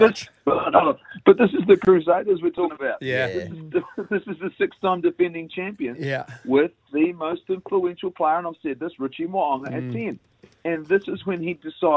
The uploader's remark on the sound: Today we were joined on the phone